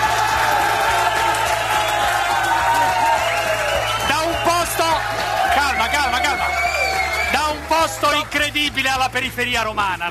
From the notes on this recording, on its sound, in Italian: Puntata speciale "live" da Roma con una raffica di ospiti incredibili e pubblico incontrollabile.